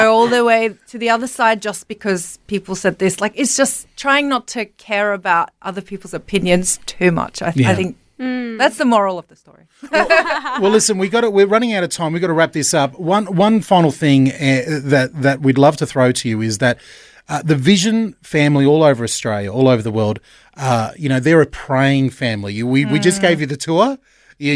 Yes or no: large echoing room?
no